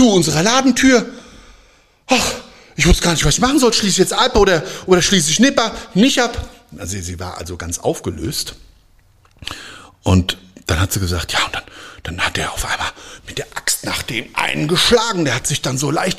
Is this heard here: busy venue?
no